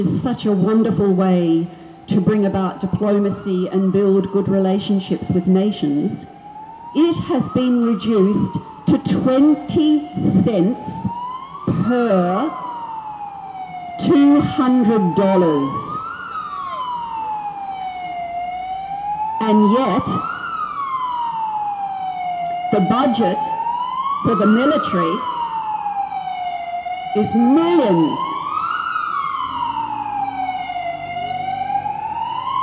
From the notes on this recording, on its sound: Rally for Peace 18 March 2022 outside the Hilton Hotel organised by JustPeace. Hilton Hotel Brisbane.